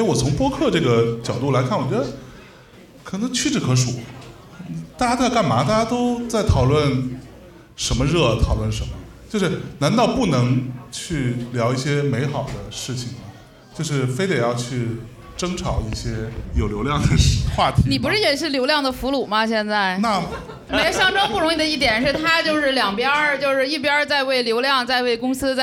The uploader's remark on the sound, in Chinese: 我们在北京举办了 音乐·聚我们——首届「播客松」+西海之声7周年聚会 活动。我们将经过修整剪辑过的现场录音内容。现场录音设备协力品牌：Focusrite、RODE 麦克风。